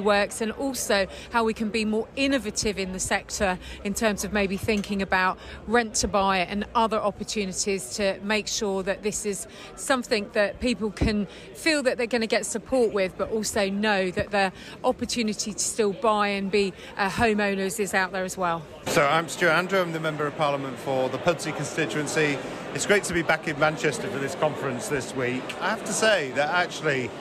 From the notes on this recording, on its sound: This episode is the second in a series of on-location special dispatches from the party conferences. While in Manchester, Cratus spoke to a number of party members.